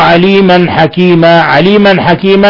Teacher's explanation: تنوين فتح جاء بعده الحاء إظهار حلقي ثم حكيما حالة الوقف على التنوين نقف عليه بالألف ويسمى ذلك مد عوض ويمد مقدار حركتين فقط.